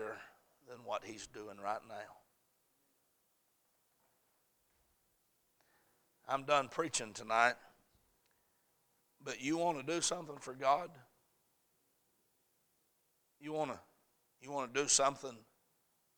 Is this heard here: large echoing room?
yes